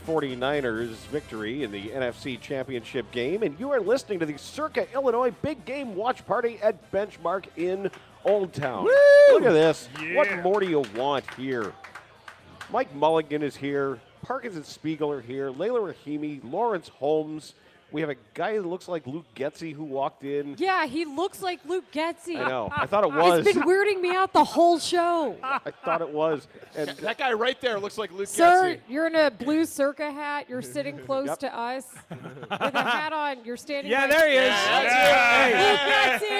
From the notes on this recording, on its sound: Live from Benchmark in Old Town for the Circa Big Game Watch Party.